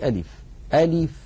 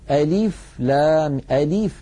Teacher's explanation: ألف هي عبارة عن همزة مفتوحة، لام مكسورة، فاء ساكنة، أي ليس فيها حرف مد · Shown in: first take · فلا مد في كلمة ألف.